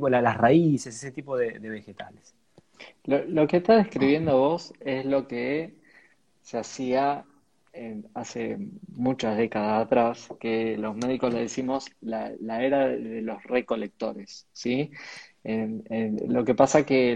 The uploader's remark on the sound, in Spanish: Audio de la charla en vivo por Instagram